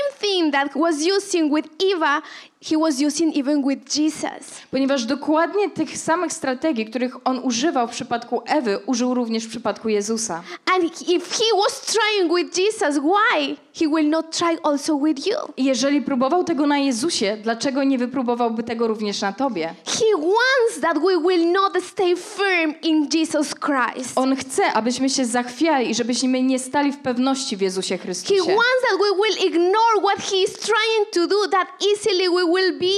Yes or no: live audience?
yes